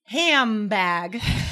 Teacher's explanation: it's an easier jump to go from M to B than it is to go from N to B